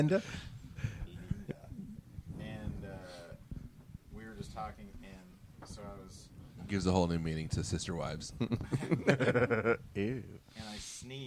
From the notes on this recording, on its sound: A special live episode recorded on a patio overlooking the Puget Sound and the Seattle skyline.